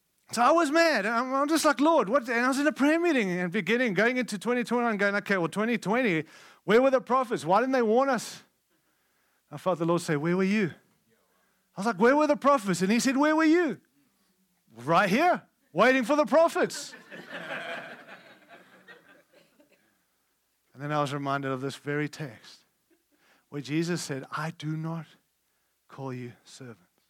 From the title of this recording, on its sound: Following Jesus Conference – Friday Night – Session 1